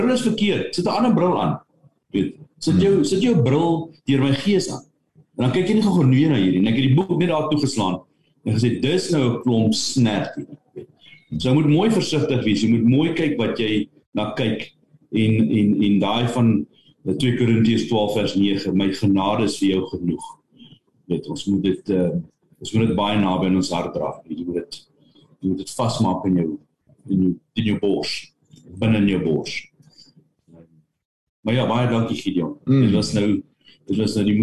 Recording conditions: video call